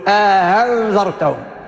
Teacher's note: بين الهمزة وبين الألف لا هي ألف خالصة ولا هي همزة خالصة، بين بين